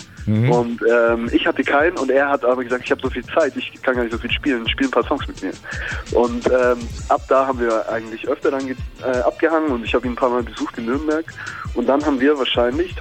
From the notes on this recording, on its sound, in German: am Telefon